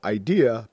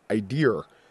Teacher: In linguistics, there is a phenomenon among Bostonians and others of adding an R sound to the ends of words · Shown in: second take · So idea becomes idear. · Term: intrusive R